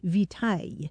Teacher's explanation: passed into French, but along the way it lost that hard C sound